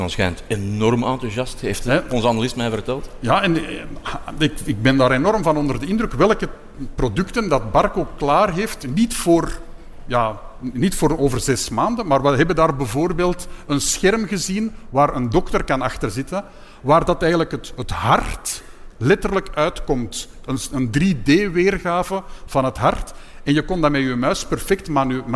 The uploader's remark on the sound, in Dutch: De Beursvoyeurs waren live te bewonderen op Finance Avenue.